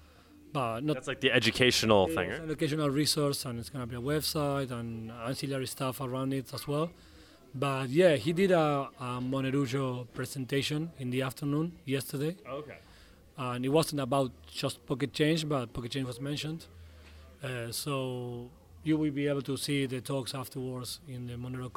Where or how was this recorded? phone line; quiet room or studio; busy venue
busy venue